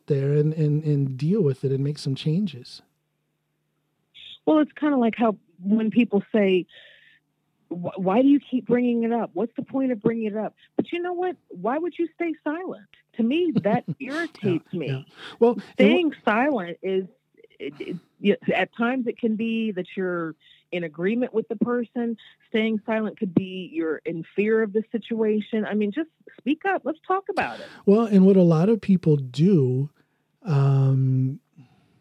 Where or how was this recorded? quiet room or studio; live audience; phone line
phone line